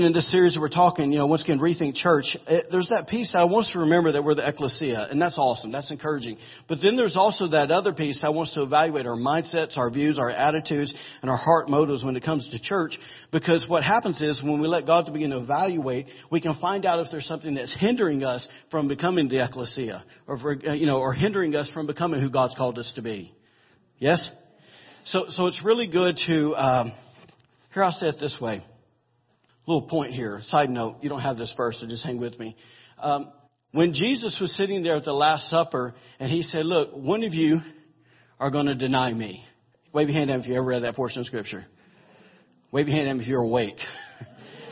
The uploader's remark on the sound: recorded October 29, 2017, during Sunday morning service at Celebration Life Family Church.